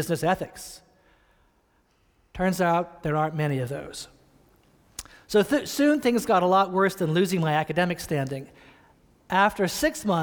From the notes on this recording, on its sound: Preached this sermon on October 18, 2015, at Reservoir Church in Cambridge, Massachusetts.